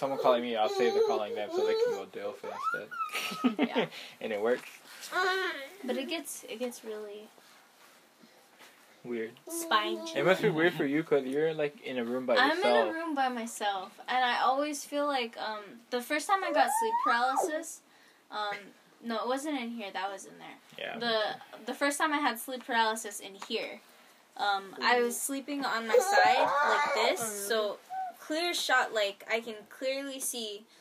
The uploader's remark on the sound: There is a lot of background noise.